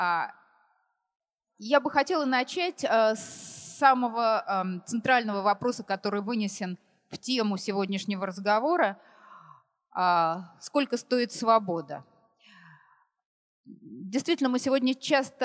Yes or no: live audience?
yes